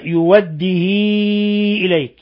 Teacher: قوله تعالى، أي قوله تعالى يؤديه إليك، قرأ ورش في الموضعين في نفس الصفحة بحذف الهمزة وإشباع الهاء، يعني صلة الهاء صلة كبرى، يوده إليك، يعني الكسرة يشبعها حتى تنقلب ياء